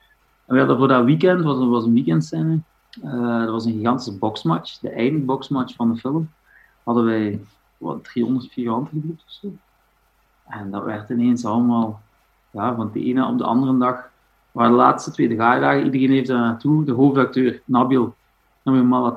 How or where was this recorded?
video call